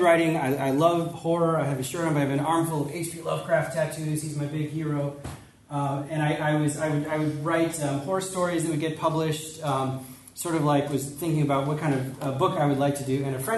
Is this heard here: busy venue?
yes